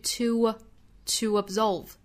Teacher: absolve,带出一个小小的窝，跟我们昨天讲到的 going 其实是一样的情况，都是两个元音碰撞，我们要去判断加窝加窝还是加耶，这个时候我们要判断它应该加窝。首先我们要知道 to 这个词它弱读是有两种情况，它可以弱读成一个 t 的发音，也可以弱读成一个 t 的发音，也就是后面如果有元音的话，它的弱读形式不应该是 schwa sound t,应该是 t,也就是书 book 里面那个元音，所以我们这个词应该读成 to absolve。那既然这个元音是一个跟相关的元音，后面加元音了，就要加 w 这个半元音了，所以 to absolve。 absolve 这个词中间的这个 b 的发音不要爆破十足啊，是应该采取不完全爆破的发音方式，我们要发成 absolve。仅仅就是上下唇碰触一下而已，好，不要发成 absolve,不要再弹开，应该是 absolve, to absolve,后面的 debt,中间的 b 这个字母是不发音的，所以是 debt